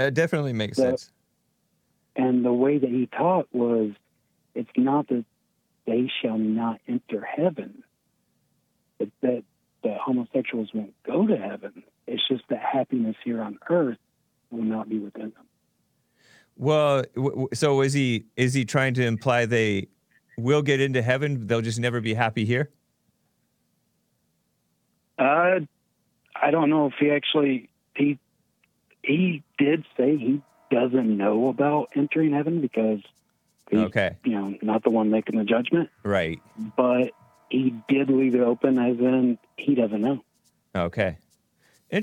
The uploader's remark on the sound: A ton of calls!